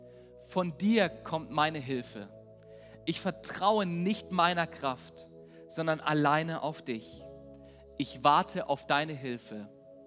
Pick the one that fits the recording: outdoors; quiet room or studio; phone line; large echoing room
large echoing room